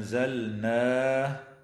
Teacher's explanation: وتخفى النون الساكنة عند الزاي مع الغنة مرققة في قوله تعالى: أنزلناه، وتظهر لام الفعل في كلمة أنزلناه لعدم وقوع اللام أو الراء بعدها. · Term: الإخفاء الحقيقي